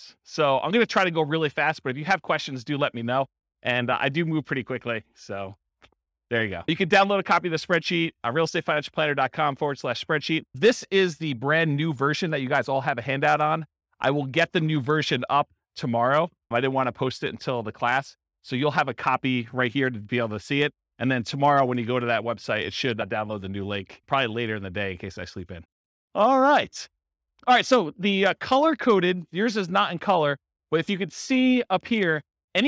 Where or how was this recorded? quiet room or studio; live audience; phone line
live audience